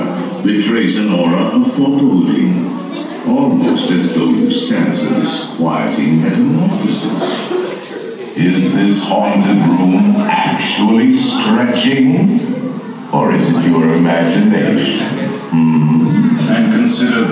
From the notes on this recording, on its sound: Disneyland - The Haunted Mansion. This is simply a full ride thru starting with audio on the steps of the mansion.